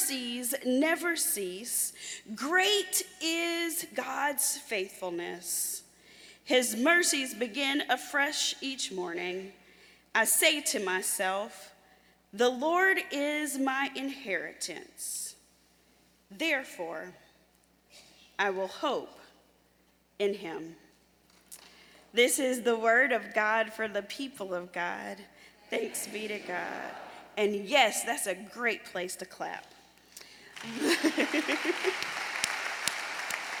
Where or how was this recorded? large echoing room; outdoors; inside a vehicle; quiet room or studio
large echoing room